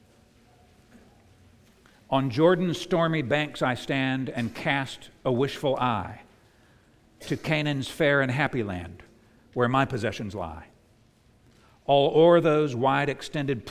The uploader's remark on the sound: preached at the United Christian Church of Dubai